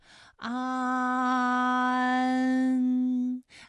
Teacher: 有前鼻韵母 an。好，那么关于带 an 的前鼻韵母啊，我们再放到一起对照，再来看一看它们的发音要领。首先，an 发音的时候呢，起点元音是前低不圆唇元音啊，舌尖抵住下齿背，舌位降到最低，软腭上升，关闭鼻腔通路啊。那我们从前啊开始，舌面升高，舌面的前部抵住硬腭的前部，当两者将要接触的时候，软腭下降，打开鼻腔通路，紧接着舌面前部与硬腭的前部闭合，使在口腔受到阻碍的气流从鼻腔里透出，口型由开到合，舌位移动比较大